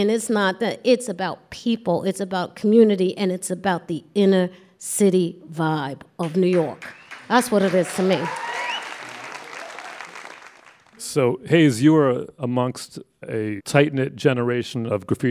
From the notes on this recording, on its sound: The actress and artist sit down for a live taping of What's Good.